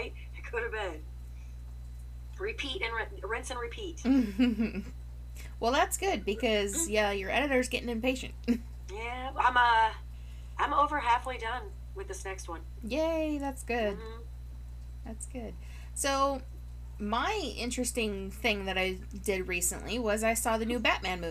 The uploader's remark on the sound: We apologize for the hum that seems to be lingering in the background of this episode. We're not sure what happened to cause that, but we are investigating to make sure it doesn't happen again.